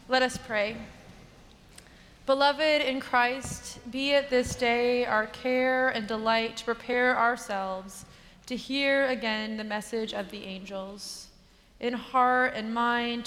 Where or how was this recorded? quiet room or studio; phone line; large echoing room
large echoing room